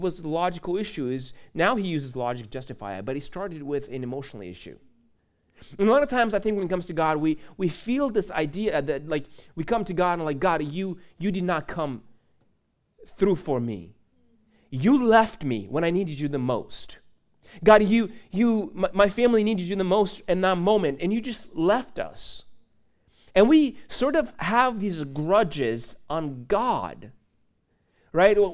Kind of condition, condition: setting, large echoing room